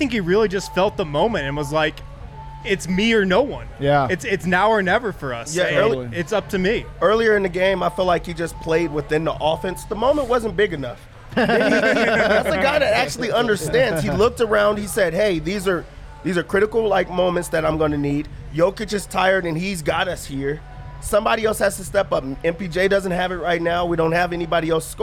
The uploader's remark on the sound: live from the Winner's Lounge inside a very poppin DNVR bar